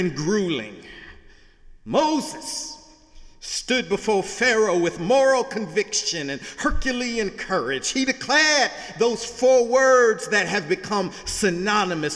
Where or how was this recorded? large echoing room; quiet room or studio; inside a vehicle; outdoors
large echoing room